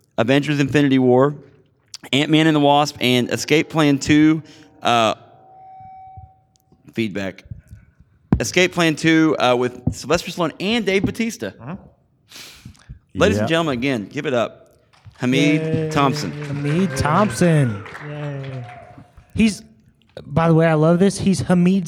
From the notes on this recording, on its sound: The Horrible Movie crew got to moderate this panel from Kansas City Comic Con.